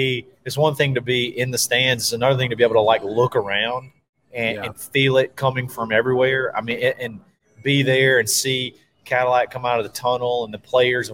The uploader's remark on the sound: live from Barberitos near the Auburn Mall